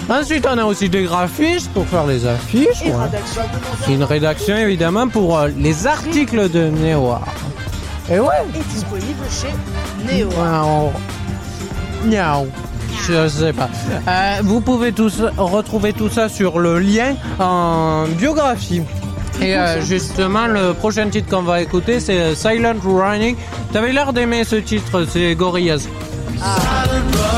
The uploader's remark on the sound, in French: En direct de "Jeunesse en fête" (face c).